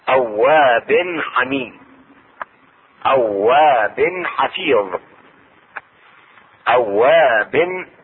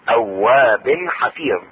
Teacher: التنوين هنا التنوين يظهر عند الحاء